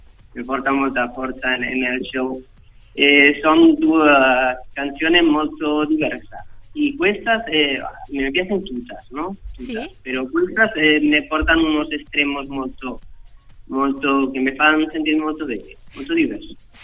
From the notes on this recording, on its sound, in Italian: Ha chiacchierato al telefono in diretta con me durante il POPtime.